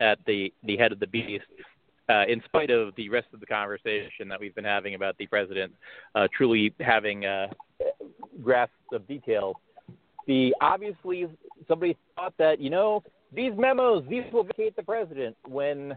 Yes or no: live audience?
no